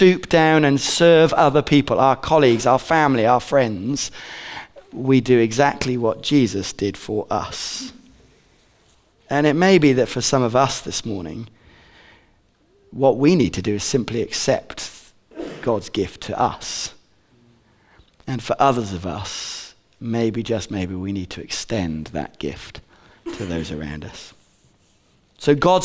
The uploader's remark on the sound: Recorded on 22/11/15 at Bournville gathering